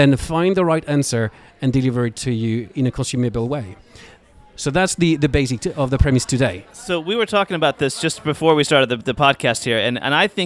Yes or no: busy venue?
yes